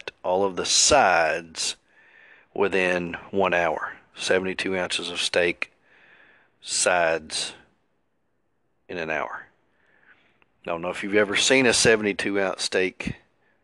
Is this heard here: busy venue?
no